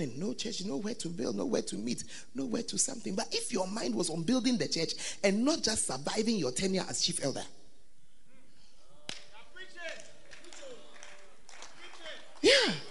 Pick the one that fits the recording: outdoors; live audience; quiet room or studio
live audience